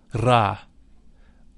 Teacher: The Ra is a deep sound. It should be vocalized with a rolling R, Ra.